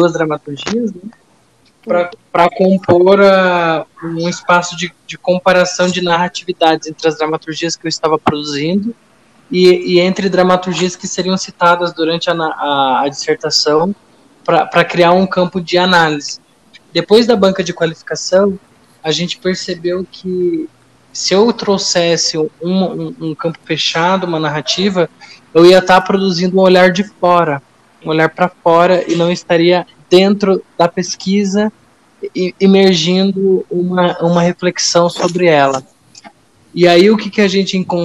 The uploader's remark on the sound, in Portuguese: Programa gravado em casa, de maneira remota por conta da pandemia do novo coronavírus.